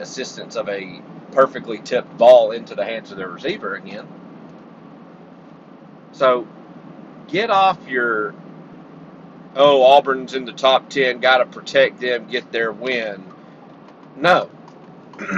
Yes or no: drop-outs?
yes